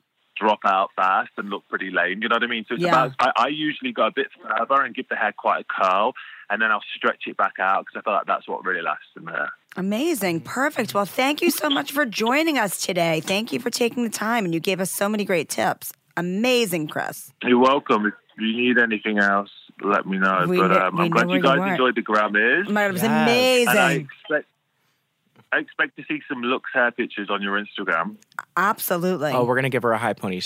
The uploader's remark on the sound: calls